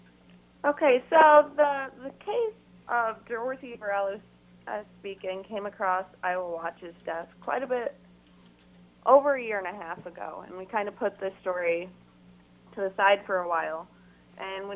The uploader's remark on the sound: IowaWatch talks on KXIC radio. In studio. By phone.